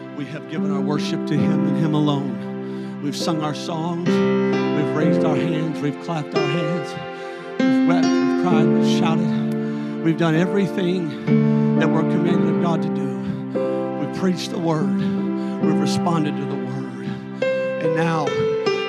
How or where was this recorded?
large echoing room